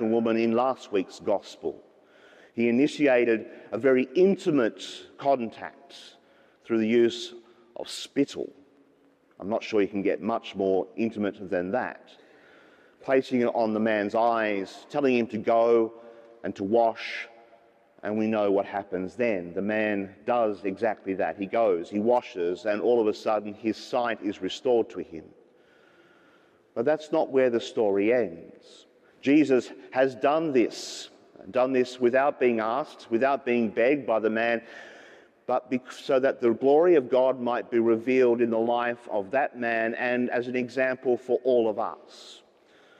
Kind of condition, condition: setting, large echoing room